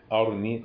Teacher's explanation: قرأها بسكون الراء ولا تنسى التفخيم